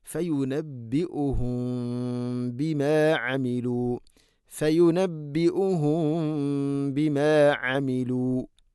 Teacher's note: ഫയുനബ്ബിഉഹും ബിമാ അമിലു. സാക്കിനായ മീമിന് ശേഷം ബാ വന്നാൽ ഇഖ്ഫ ഷഫവി എന്നാണ് പറയുക